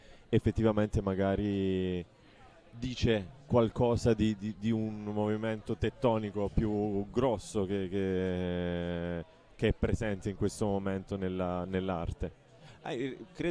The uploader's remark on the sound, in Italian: La diretta di Sanbaradio a Poplar. A Trento. Nella sezione cult del festival.